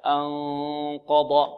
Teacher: أن مع صوت يجري من الخيشوم · Term: الإخفاء